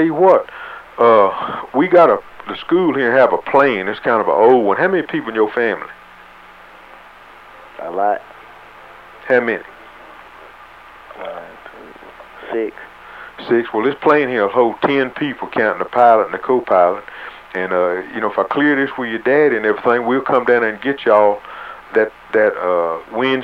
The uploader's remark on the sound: Prank Phone Calls